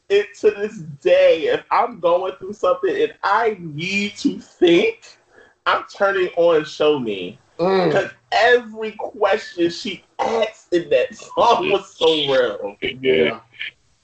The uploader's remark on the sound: slight issue with audio